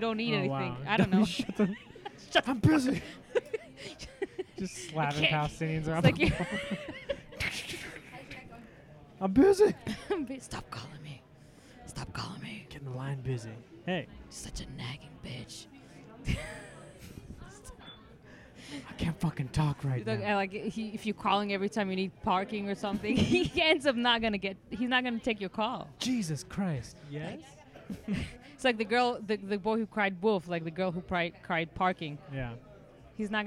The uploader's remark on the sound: This episode was recorded at The World Famous Comedy Store. It was a rainy night on the Patiocast.